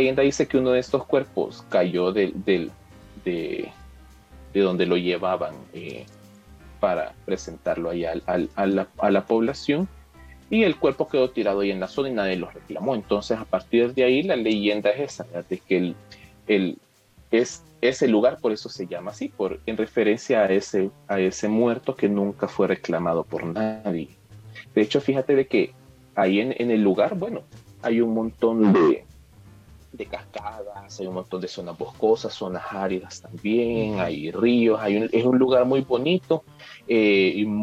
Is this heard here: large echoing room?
no